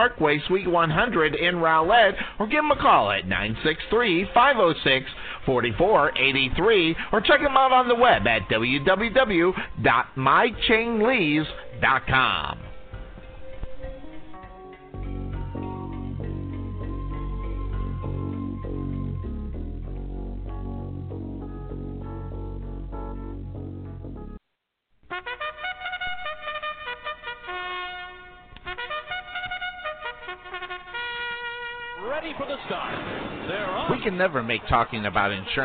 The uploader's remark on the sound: Live Play-by-Play